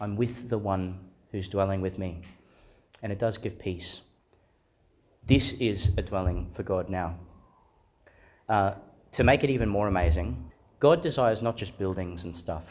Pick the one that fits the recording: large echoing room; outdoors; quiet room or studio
large echoing room